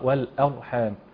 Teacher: نلاحظ هنا الاعتناء بترقيق الهمزة لأنها جاورت الراء مفخمة